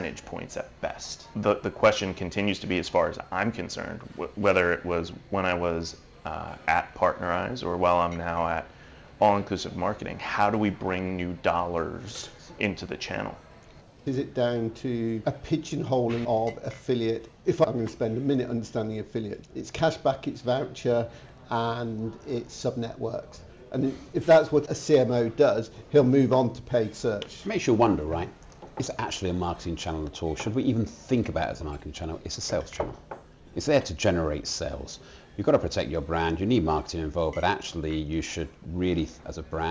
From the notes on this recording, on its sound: We join them in a breakout at PI Live.